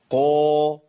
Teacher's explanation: سامعين ريحه الضم، لان خدت هيئه الضم مع المط، مع مط شفتين الامام · Term: تبويزه